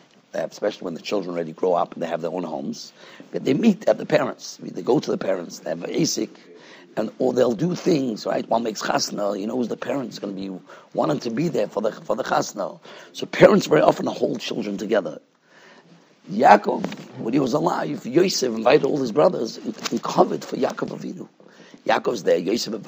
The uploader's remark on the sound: Shiur recorded in Yeshivas Ohr Reuven, Monsey, NY. Shiur given to Bais Medrash.